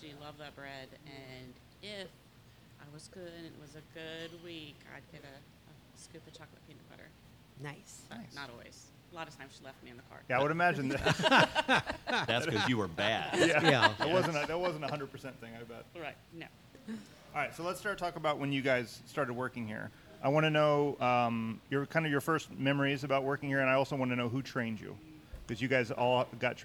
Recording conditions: busy venue